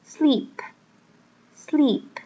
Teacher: But do any of us really understand what it's all about?我们首先来看第一个字,sleep。sleep。这个字要注意的地方是它首先它是长音 e,所以是 sleep。那在那个 p 的部分呢要记得它是轻声无声的,voiceless 的 p